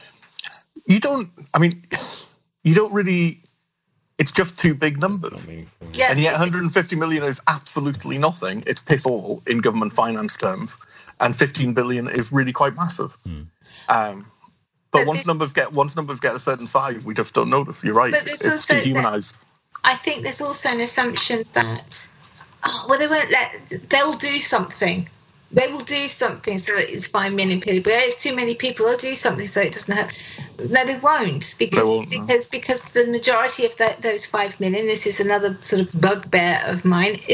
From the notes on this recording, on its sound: Sorry for the audio quality in this one, we had to record the skype stream directly.